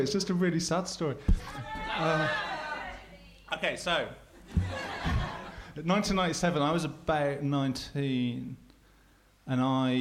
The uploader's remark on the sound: We remix past performances from our live shows. All performances were originally recorded at our shows at The Leicester Square Theatre, The Hackney Attic and The Dogstar in Brixton throughout 2012 and 2013.